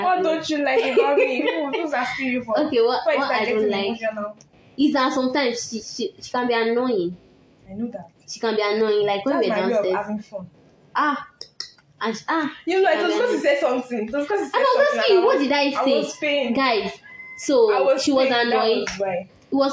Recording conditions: sounds in the background